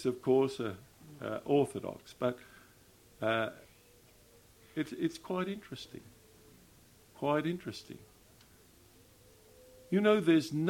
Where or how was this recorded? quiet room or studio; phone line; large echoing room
large echoing room